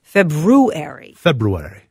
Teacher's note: Emphasis is on the first syllable.